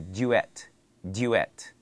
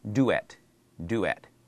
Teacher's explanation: But in the British English, they say duet, duet, D-Y sound, duet. · Shown in: first take